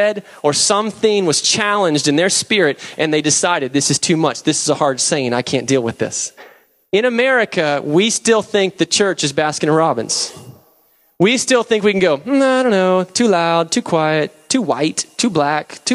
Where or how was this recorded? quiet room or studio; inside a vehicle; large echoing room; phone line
large echoing room